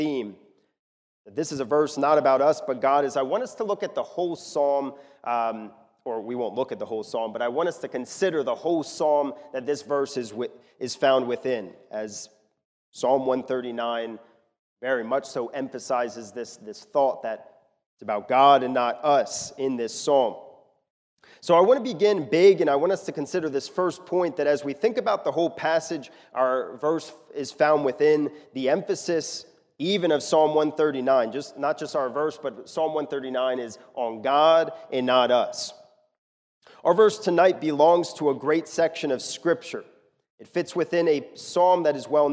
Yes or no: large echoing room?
yes